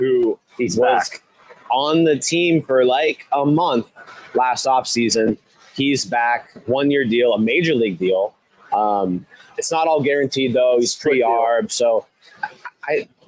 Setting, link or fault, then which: setting, busy venue